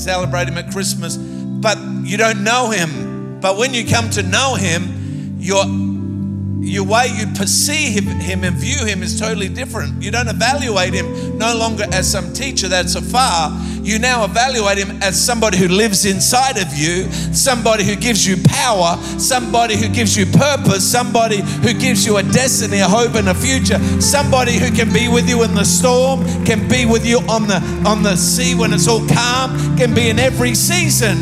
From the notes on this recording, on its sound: Recorded live at Planetshakers Church (Melbourne)